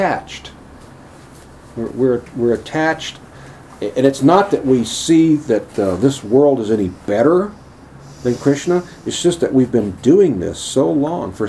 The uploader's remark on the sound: Tucson. Recorded lectures from accross the USA.